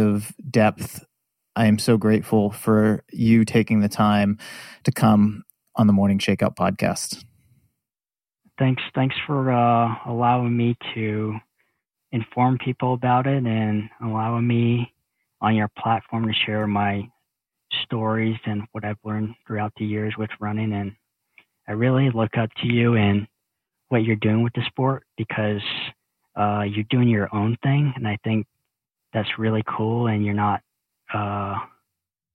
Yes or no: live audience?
no